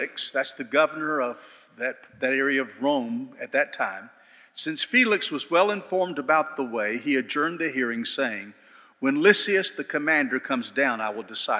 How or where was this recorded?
large echoing room